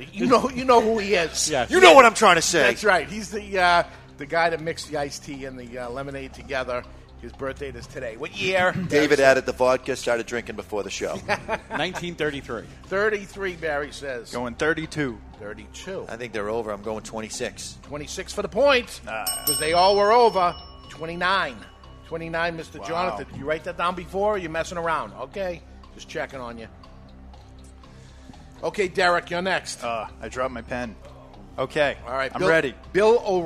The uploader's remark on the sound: Live from the La Flor Dominicana Cigar Studio at Two Guys Smoke Shop in Salem, NH